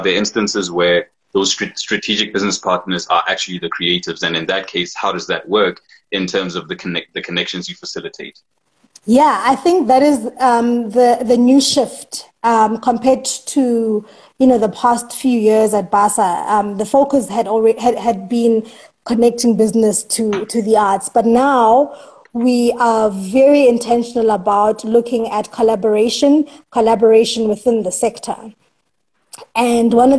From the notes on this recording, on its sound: recorded on Instagram Live on the 9th of October 2020